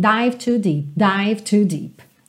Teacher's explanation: você acaba juntando o D, o que traz aí uma coisa curiosa que o passado do verbo não fica tão óbvio, tão aparente auditivamente